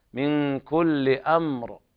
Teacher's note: هذا إخفاء حقيقي لوقوع الكاف بعد النون الساكنة